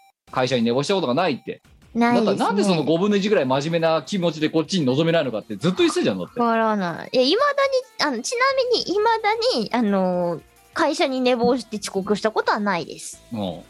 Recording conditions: video call